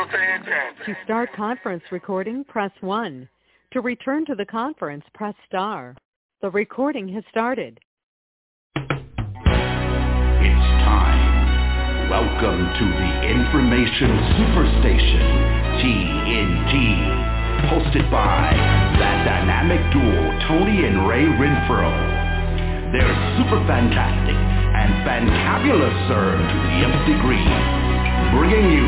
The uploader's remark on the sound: TNTSuperfantastic Conference Call